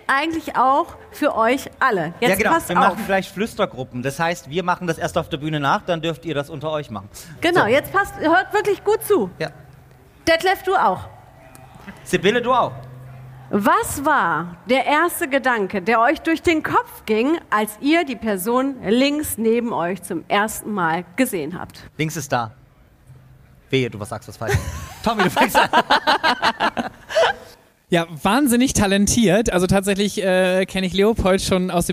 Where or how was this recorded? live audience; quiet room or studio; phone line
live audience